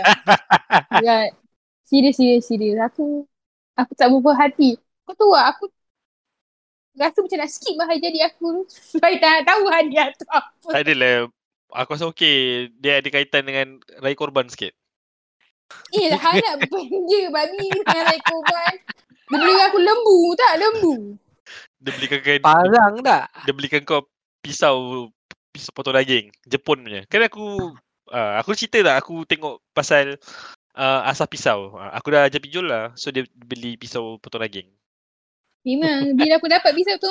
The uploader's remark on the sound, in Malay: Kitorg try record guna discord. Harap sound okay okay je la.